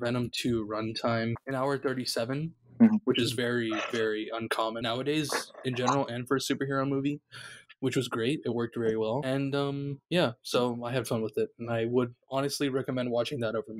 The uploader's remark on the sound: In an effort to salvage the episode as well as throw a kitchen sink of audio restoration effects at the recording, the episode is in fact audio only. In an effort to salvage the episode as well as throw a kitchen sink of audio restoration effects at the recording, the episode is in fact audio only.